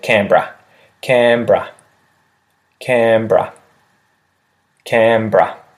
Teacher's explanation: They just skip over that E and just say Canberra. Canberra, Canberra, Canberra.